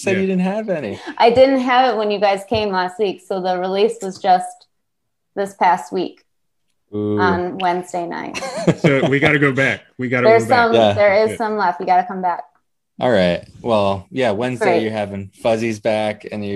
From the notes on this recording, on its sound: Recorded Live On Zoom